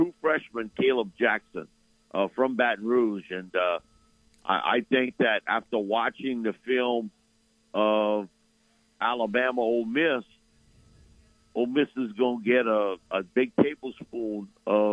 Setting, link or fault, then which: link, phone line